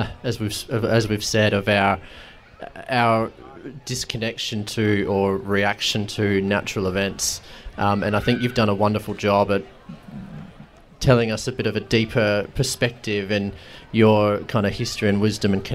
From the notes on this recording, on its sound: This conversation was recorded live at Renew Fest back in May.